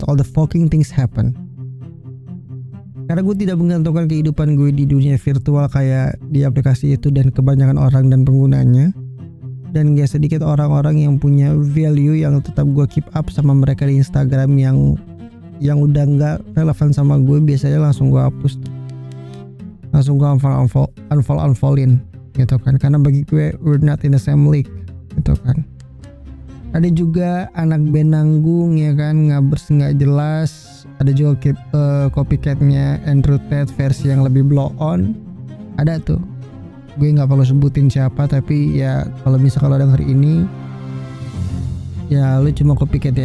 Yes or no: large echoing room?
no